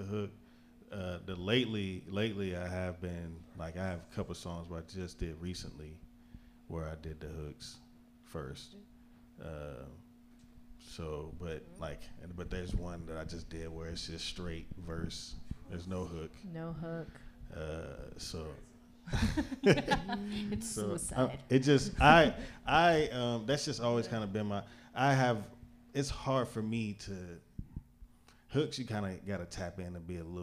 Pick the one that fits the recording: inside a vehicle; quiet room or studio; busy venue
busy venue